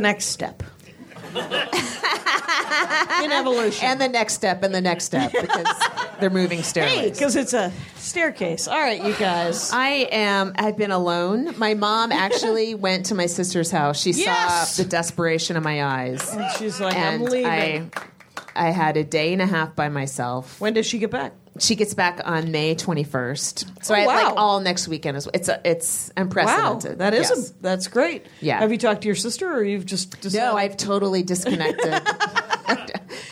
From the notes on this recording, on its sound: Recorded LIVE at Flapper's Burbank.